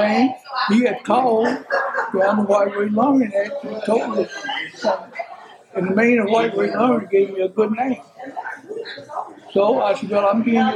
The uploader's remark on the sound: Sorry about the additional background noise. The event was really loud.